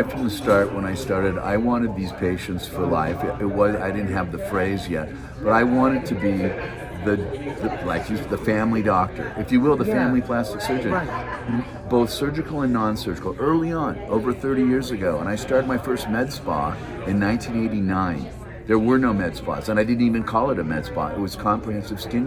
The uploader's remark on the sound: Coming to you live from The American Brazilian Plastic Surgery Aesthetics Meetings in Park City, UT